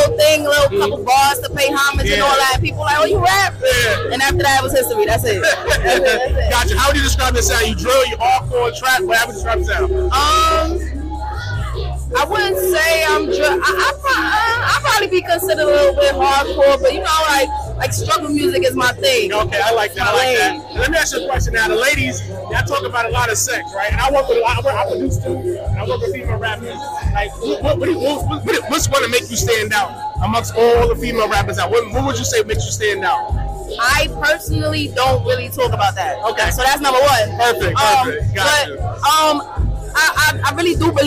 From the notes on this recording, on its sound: Concert Interview. Live at the Military Grind Ten Tape Concert.